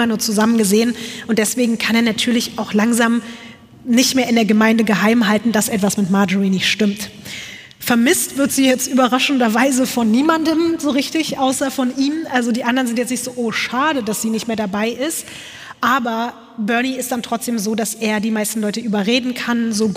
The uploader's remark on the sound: LIVE in Stuttgart